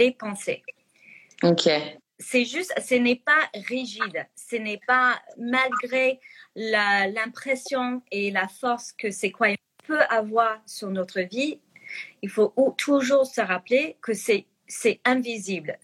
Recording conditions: video call